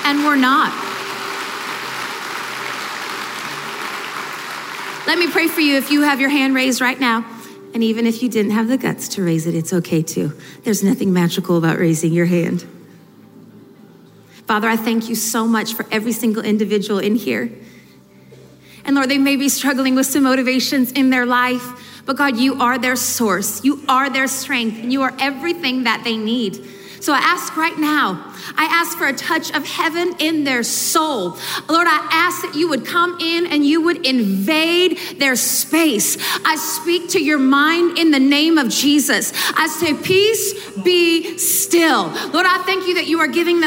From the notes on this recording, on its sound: This powerful session from the 2019 ARC Conference Anaheim.